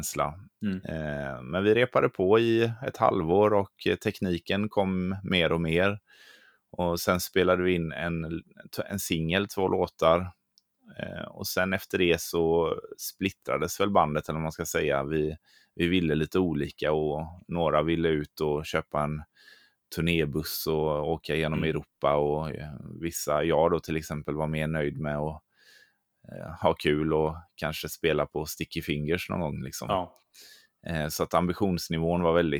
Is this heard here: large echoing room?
no